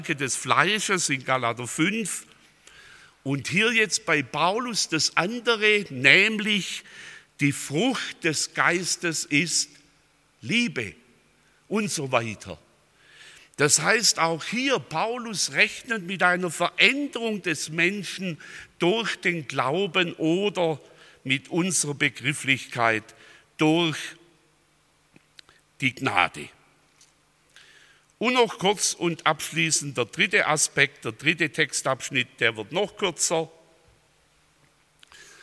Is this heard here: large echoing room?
yes